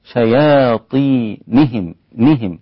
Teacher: حققت كسرة النون وفي نفس الوقت لم أزد الكسرة